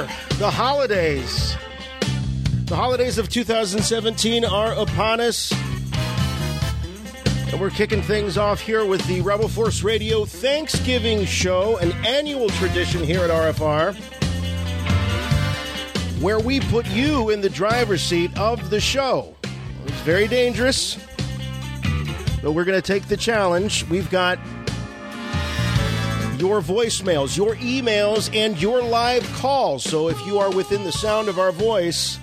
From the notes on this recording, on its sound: RFR Live returns as we give thanks for our community by featuring your phone calls and voice mail.